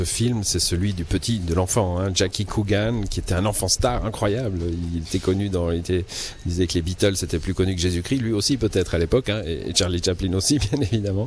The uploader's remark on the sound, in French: Emission spéciale en direct du Chaplin's world